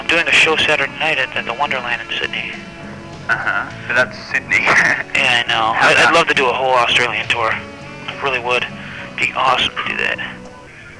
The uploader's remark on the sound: Audio quality is a shocker, due to tape-bleed from the only remaining copy of the interview.